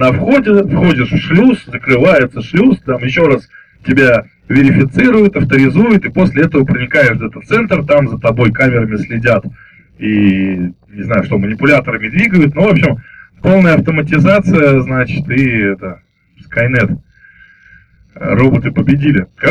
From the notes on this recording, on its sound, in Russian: Записали эту экспедицию на диктофон. Качество звука так себе.